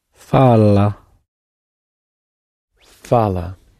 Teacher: Now, on the AR track, in order to produce the you, he, she or it form, again, you take off the AR of the infinitive, you go down on the penultimate syllable, and you come up on the letter A